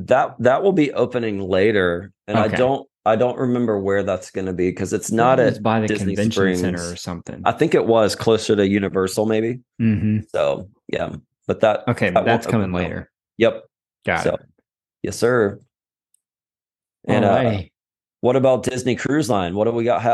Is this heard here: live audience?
no